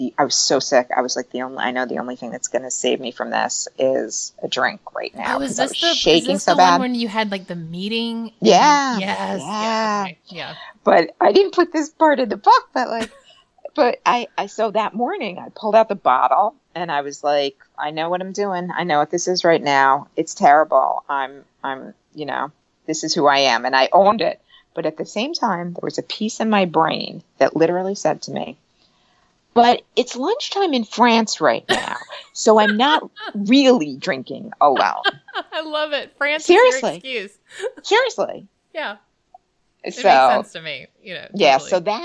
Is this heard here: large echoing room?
no